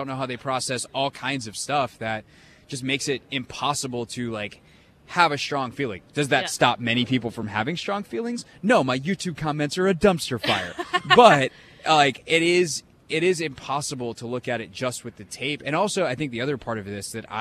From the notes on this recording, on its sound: live from the NFL Combine